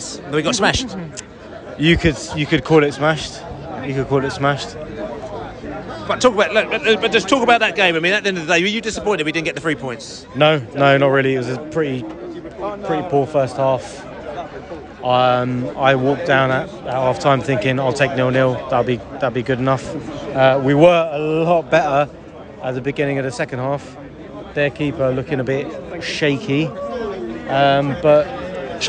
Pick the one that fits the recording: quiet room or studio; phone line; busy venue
busy venue